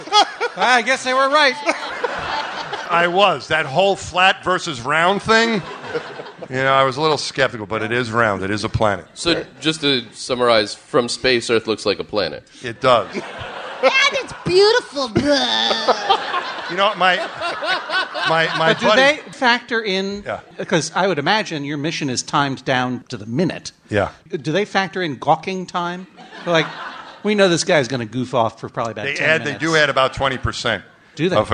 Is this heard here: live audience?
yes